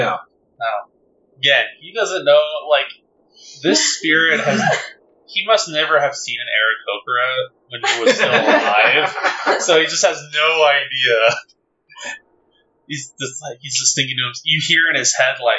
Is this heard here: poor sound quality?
yes